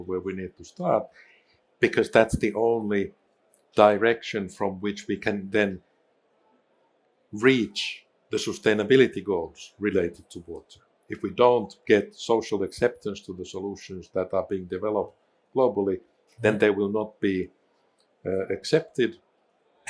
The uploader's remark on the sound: Recorded at World Water Congress 2022, in Copenhagen, Denmark